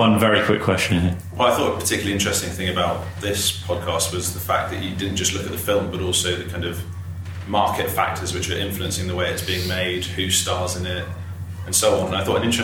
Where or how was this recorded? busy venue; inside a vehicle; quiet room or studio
busy venue